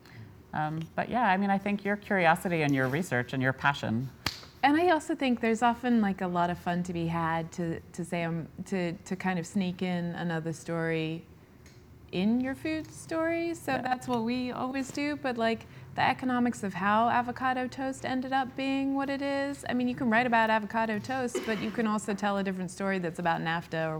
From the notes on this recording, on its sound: At a live event with us